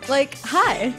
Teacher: that was a proficient demonstration of hedging, vocal frying, and upspeak.